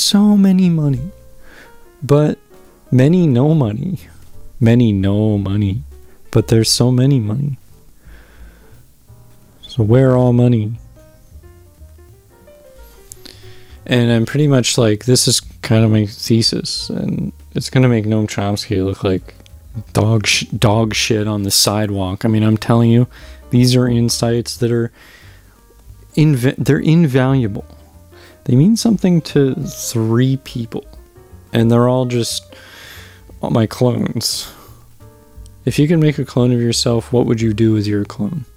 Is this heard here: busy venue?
no